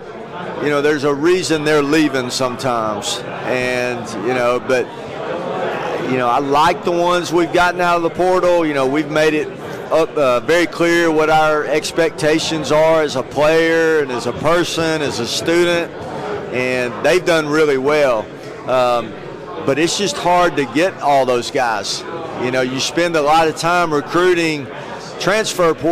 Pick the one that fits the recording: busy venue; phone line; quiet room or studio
busy venue